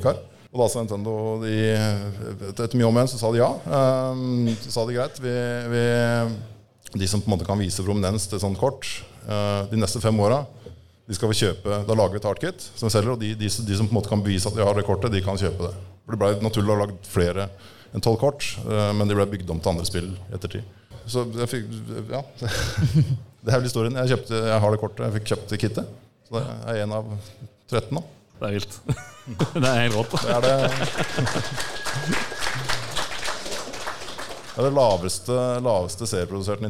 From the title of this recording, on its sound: TILTcast 3.0 live-show